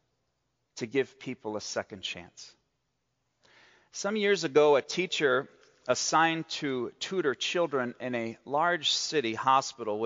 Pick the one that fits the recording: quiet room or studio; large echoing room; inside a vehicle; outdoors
large echoing room